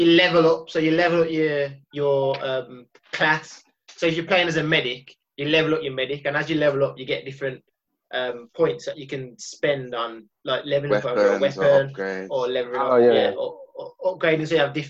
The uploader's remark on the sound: sorry for the audio